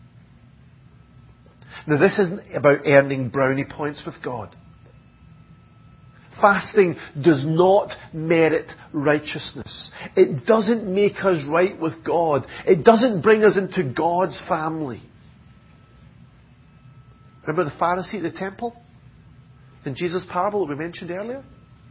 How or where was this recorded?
large echoing room